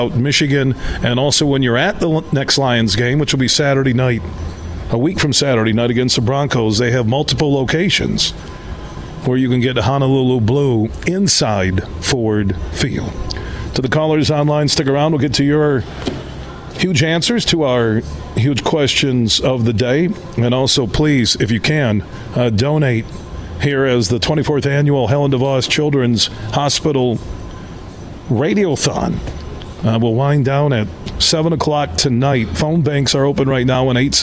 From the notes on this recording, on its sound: Today we're broadcasting live from Helen DeVos Children's Hospital in downtown Grand Rapids as iHeart West Michigan has their 24th Annual Radiothon.